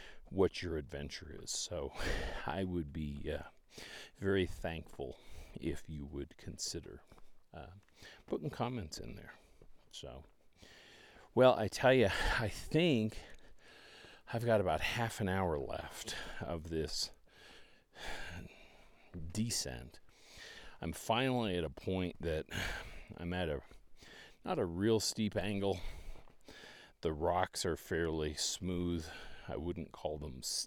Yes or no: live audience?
no